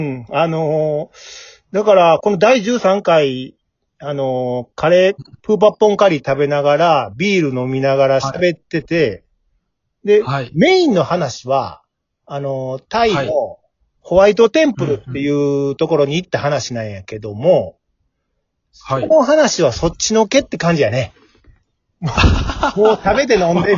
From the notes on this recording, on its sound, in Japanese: リモート収録に初挑戦！2人組。笑い声あり。